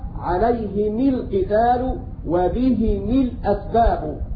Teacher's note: ومعنى هذا أن ميم الجمع إذا وقعت قبل ساكن وقبلها هاء وقبل الهاء كسرة أو ياء فإن أبا عمرو يكسر ميم الجمع تبعا لكسرة الهاء فيقرأ هكذا عليهم القتال وبهم الأسباب.